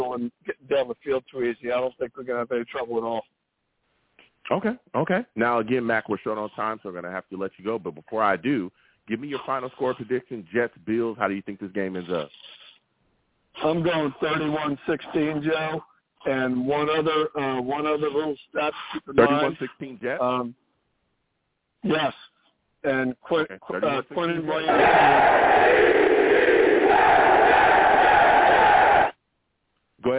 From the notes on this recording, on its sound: Tonight, live at 7pm eastern. I take live calls!